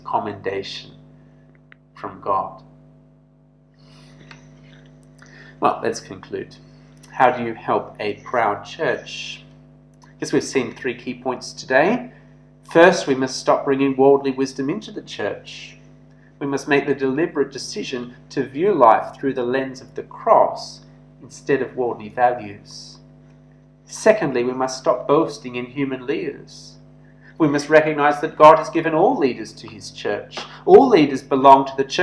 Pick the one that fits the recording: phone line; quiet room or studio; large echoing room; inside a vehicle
large echoing room